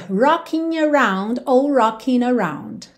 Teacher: rocking termina com o ing, mas o G não é pronunciado. Então, geralmente, em situações informais, especialmente letras de música ou textos que estão representando a fala, a linguagem oral, isso às vezes acontece.